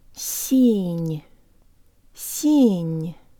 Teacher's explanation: the S and the N have a hint of a Y sound in them.